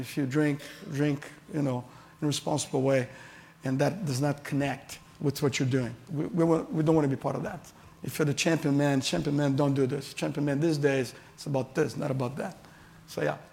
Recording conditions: live audience